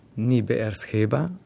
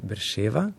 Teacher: Hebrejsko je zanimivo, tale Beersheba, ni Beersheba, ampak je Berševa, zato ker v hebrejščini se ta B, ki ni na začetku korena, prebere kot V · Shown in: second take